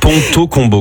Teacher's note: Parce que le PLB, c'est bilabial, donc c'est-à-dire que t'as les lèvres qui se touchent. Le T, c'est dentaire, et le C, ça vient du fond de la gorge.